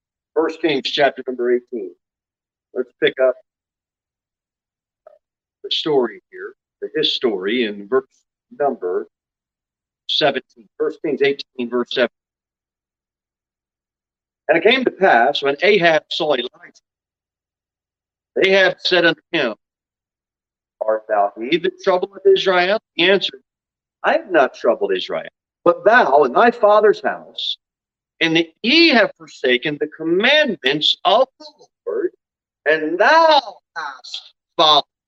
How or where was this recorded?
large echoing room